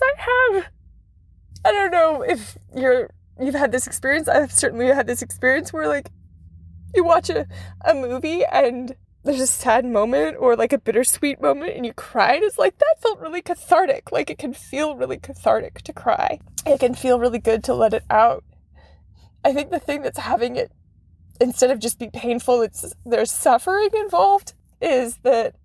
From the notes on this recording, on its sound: I made the bulk of this episode's recording sitting in my car in the gym parking lot, crying.